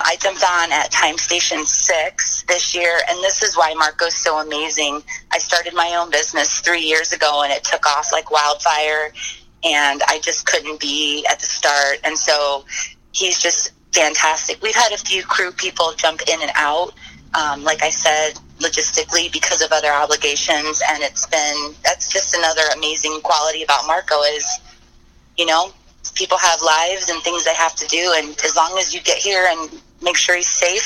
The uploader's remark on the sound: Checks in from the RV outside Chilicothe.